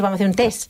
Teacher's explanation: ya nos cargamos la T final